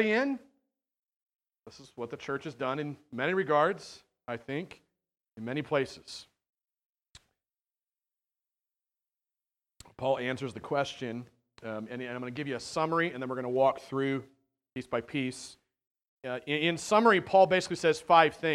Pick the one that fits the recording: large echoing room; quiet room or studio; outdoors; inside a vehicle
large echoing room